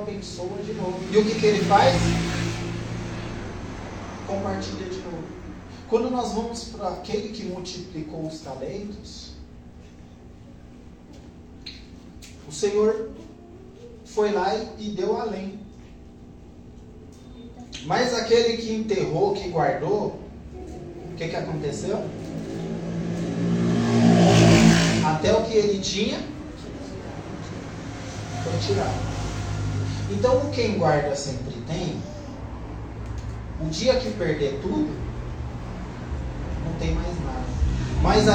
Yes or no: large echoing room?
yes